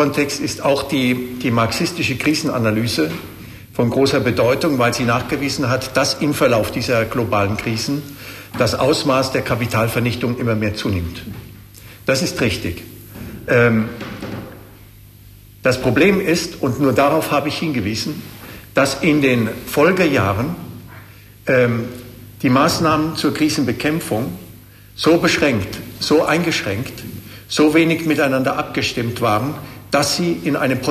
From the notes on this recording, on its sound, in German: die Antworten des Referenten auf die Fragen des Publikums